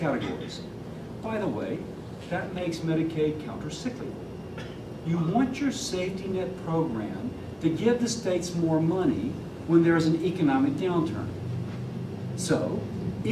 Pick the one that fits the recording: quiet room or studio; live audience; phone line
live audience